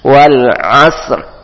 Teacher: Huruf ro-nya dibaca tebal karena sukun. Nah, sebenarnya wal asri, cuma ketika kita membacanya sukun berhenti, maka dia otomatis sukun.